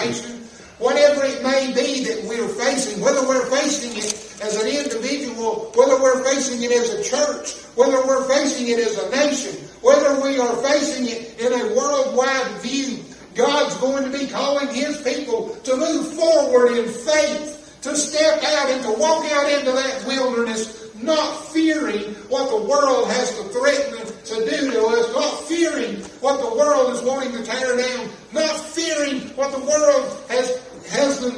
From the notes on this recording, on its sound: This message was preached at Chestnut Grove Baptist Church in Little Switzerland NC